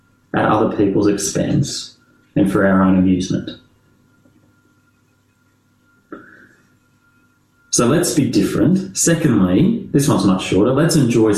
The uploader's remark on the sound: This talk was delivered via Zoom.